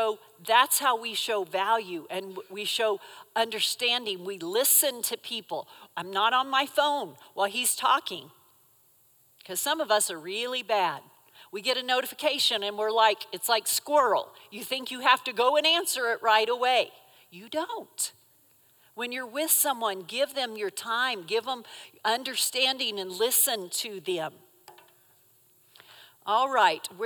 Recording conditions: live audience